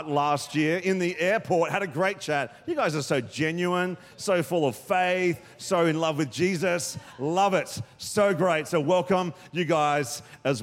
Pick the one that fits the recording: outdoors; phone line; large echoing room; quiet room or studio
large echoing room